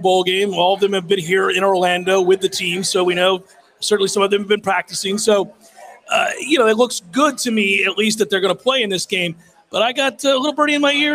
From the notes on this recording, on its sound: LIVE from the Harry Buffalo in Orlando!